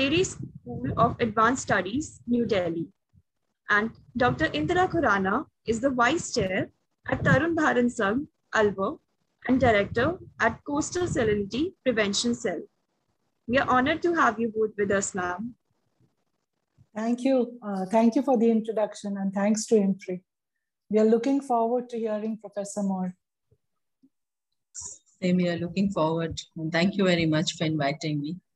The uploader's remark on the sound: Zoom and Facebook Live